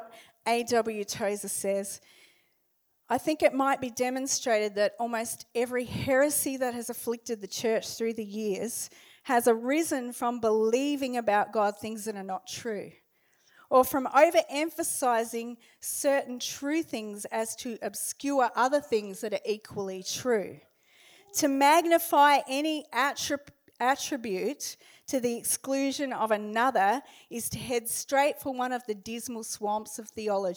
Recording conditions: large echoing room